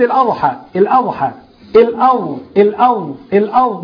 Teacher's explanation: فده محتاج تدريب للسان وعضلات اللسان العرضية، انك تقعد تحاول انك تطلع الخط، تحبس الهواء هنا بالحافة الداخلية اقصى حافة اللسان مع ما يلي الاضراس · Term: الضاد